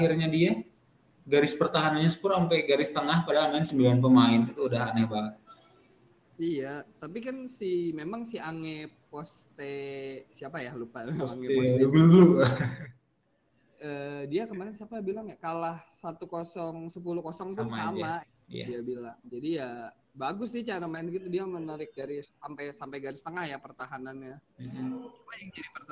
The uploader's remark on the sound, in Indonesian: Maafkan audio yang kecil